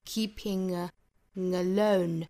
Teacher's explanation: in your keeping alone,最后的 keeping 注意是紧元音，好，不要发成了 keeping,不要嘴巴过松啊，应该是左右嘴角裂开形成一个口腔肌肉很紧张的一个音 keeping in your keeping alone, 跟后面连读后鼻音加元音的连读